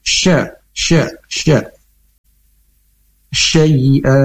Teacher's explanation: huruf syin sendiri makhrajnya yaitu di tengah lidah dengan mempunyai sifat hamas atau angin menyebar di mulut.